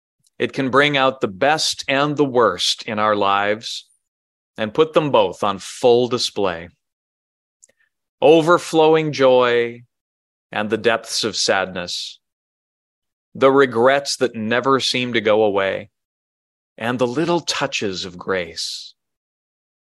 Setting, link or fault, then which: setting, large echoing room